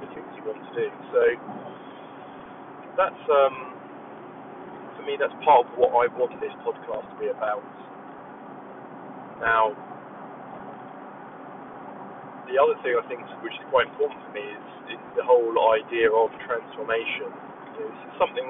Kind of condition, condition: setting, inside a vehicle